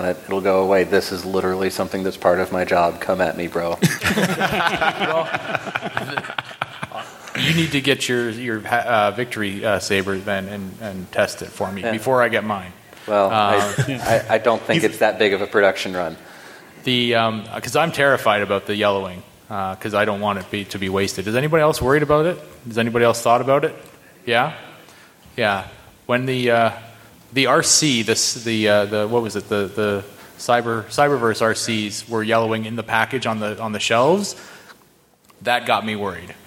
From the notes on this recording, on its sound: Live from TFcon Toronto 2022. TFcon Toronto 2022 Podcasters Roundtable. Live from TFcon Toronto 2022 ! The lucky people that stuck around to watch us live.